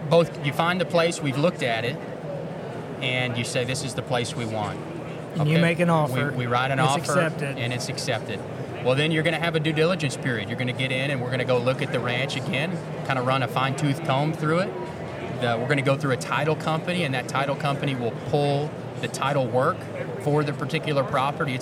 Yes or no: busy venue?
yes